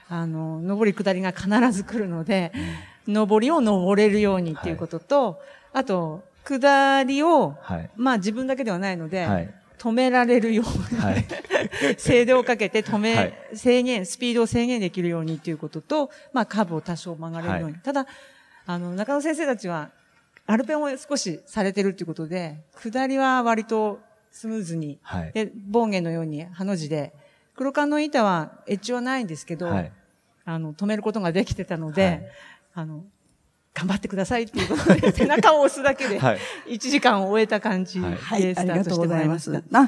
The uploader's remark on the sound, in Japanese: 北海道「丘のまち びえい宮様国際スキーマラソン」大会終了後公開収録にて対談をさせていただきました。